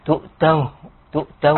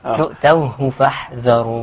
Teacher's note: الهاء بتاع تؤتوه ممكن تسقط